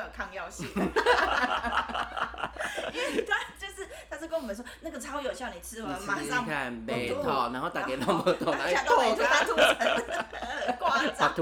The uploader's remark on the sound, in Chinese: 因錄音場所有更換的關係，音量會忽大忽小聲，敬請見諒！